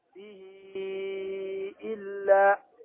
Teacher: فتوصل الهاء بياء لفظية. لماذا؟ لأن الكسرة يناسبها الياء.